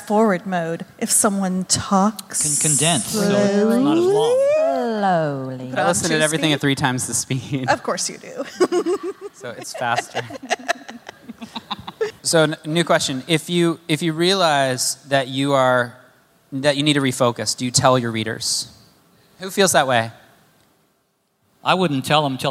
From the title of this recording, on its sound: Live from the H*W Workshop